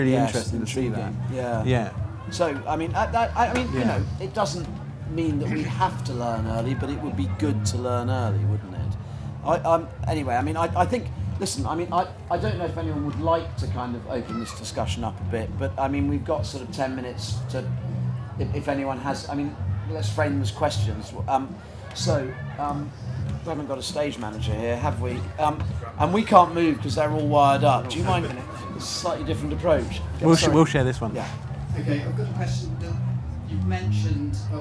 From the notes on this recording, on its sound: In front of a live audience at The Good Life Experience.